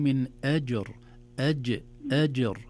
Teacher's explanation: من آجر طبعا الجيم علشان تقلقل بنيتي لابد أن أعطيها صفة الشدة، بمعنى ينحبس الصوت في الجيم. أج أم لو أن أج لن نستطيع أن نقلقل مطلقا مهما حاولنا، لأن الصوت لا ينحبس. · Term: قلقلة